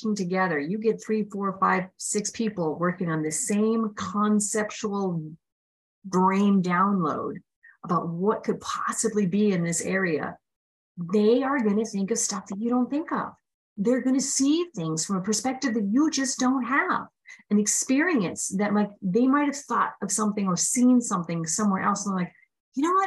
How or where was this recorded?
video call